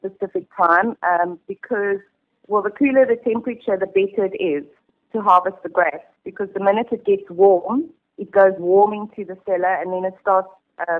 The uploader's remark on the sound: She caught up with her on the telephone.